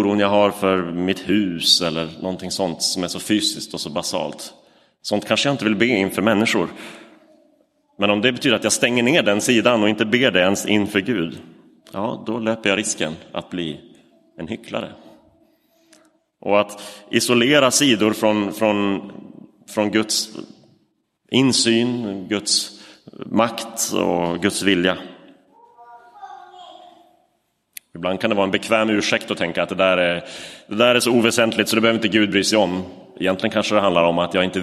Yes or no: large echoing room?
yes